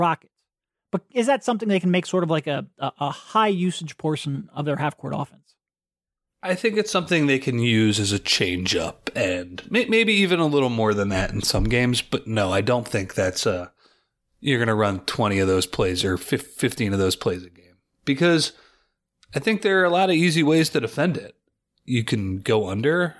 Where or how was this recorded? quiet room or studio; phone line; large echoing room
quiet room or studio